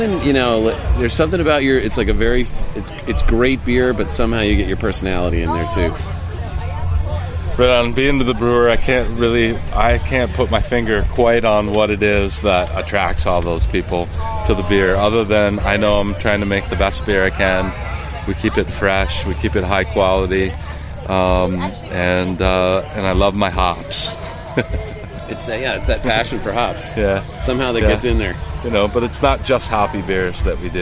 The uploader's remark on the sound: Beer Sessions Radio at Brewery Ommegang’s Belgium Comes to Cooperstown beer festival